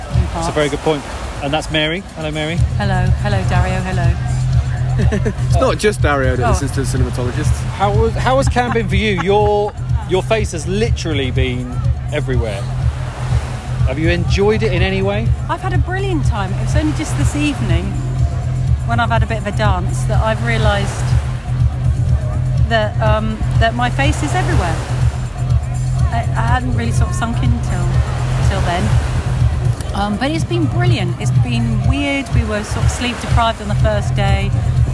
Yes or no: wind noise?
yes